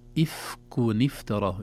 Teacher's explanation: النون ظهرت لكن تحركت لالتقاء الساكنين